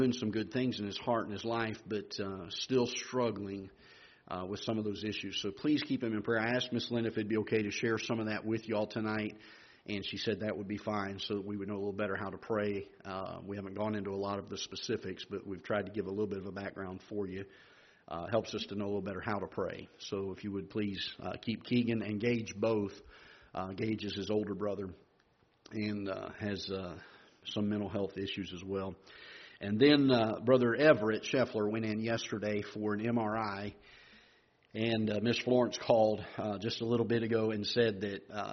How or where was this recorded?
large echoing room